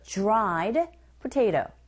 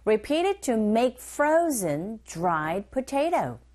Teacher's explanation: d 사운드, r 사운드 만나 있을 때 j 이런 소리가 들리게 되죠